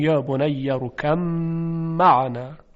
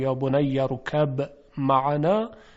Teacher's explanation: حرف با با ساکن در میم ادغام میشه، به جای اینکه بگوییم یا بنی رکب معنا، میگوییم یا بنی رکم معنا.